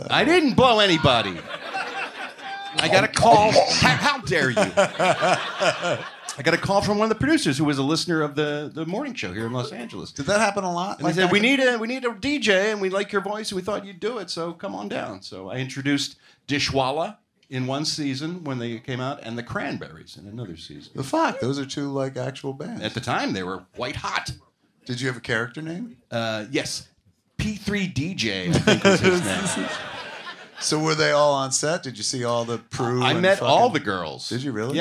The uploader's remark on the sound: perform live at Flappers Comedy Club in Burbank, CA on May 20, 2023.